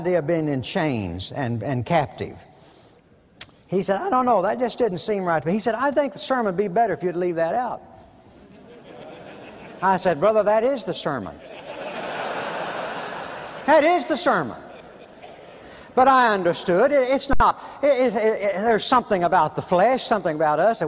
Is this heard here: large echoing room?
yes